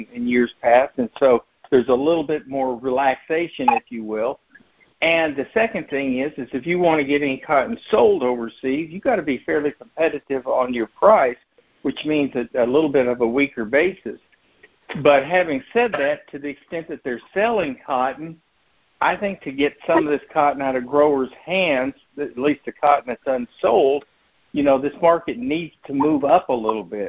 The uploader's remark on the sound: January 2024 Monthly Cotton Conference Call.